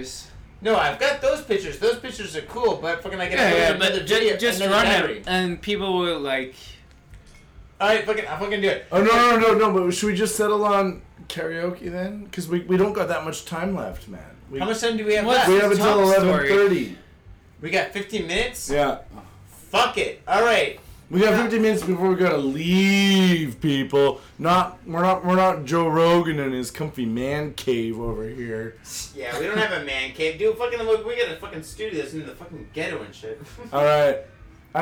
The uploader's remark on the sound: At the end of the show we blew out the mic along with our brain cells!